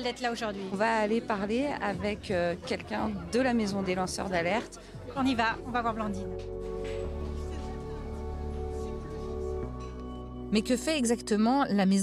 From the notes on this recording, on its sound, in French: Café Les Parigots au centre de Paris. Une dizaine de lanceurs d’alerte. Prennent le micro pour une conférence de presse. C’est la Maison des lanceurs d’alerte qui a organisé cette conférence de presse.